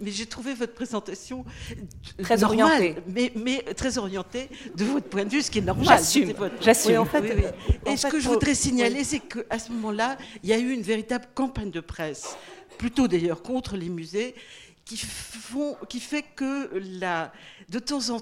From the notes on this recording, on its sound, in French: Echanges entre les intervenants et le public, enregistrés le 22 janvier 2015 dans le cadre du colloque. « Patrimoines spoliés.